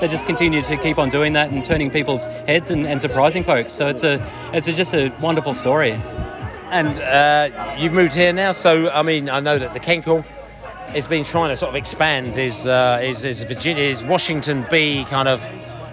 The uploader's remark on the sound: Brentford US Tour Day 6 - Bees at the Washington Pool Party. The Bees fans have got their speedos on and have converged around a pool in Washington for an evening. We spoke to the fans to get their view on the US tour so far.